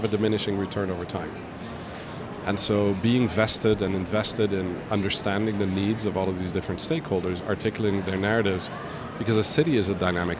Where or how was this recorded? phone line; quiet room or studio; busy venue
busy venue